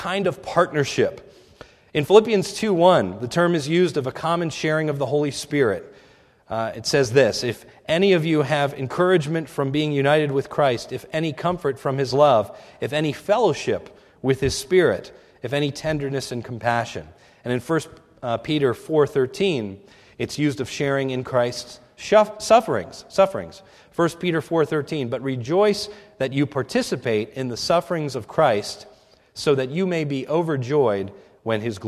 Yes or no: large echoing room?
yes